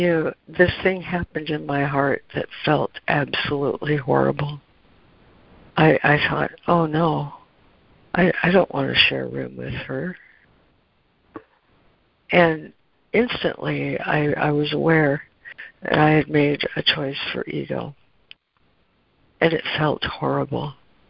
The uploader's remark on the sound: ACIM Daily Conference Call